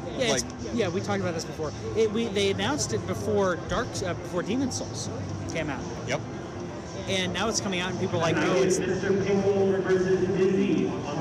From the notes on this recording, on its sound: Live from Let's Play Gaming Expo! We are LIVE from Let's Play Gaming Expo.